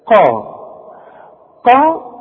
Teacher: قا قا القاف من اعلى حروف التفخيم او اعلى حروف التفخيم الحرف المفخم اللي بعده الف ده تاني درجة في التفخيم